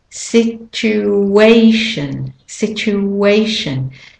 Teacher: And there is an intrusive W. Often this happens in English.